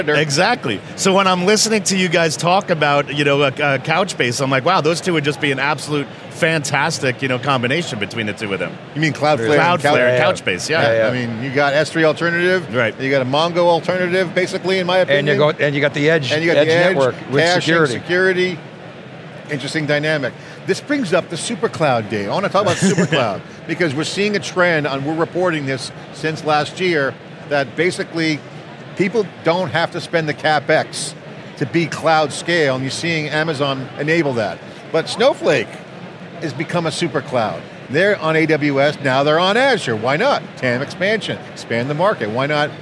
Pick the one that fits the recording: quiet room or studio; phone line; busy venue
busy venue